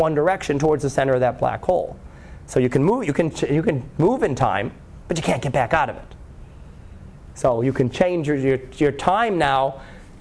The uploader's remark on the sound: Live Class Lecture